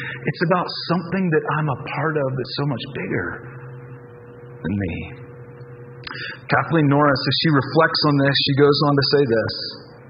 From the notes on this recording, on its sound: Due to a technical issue, the audio quality of this week’s message is very low quality.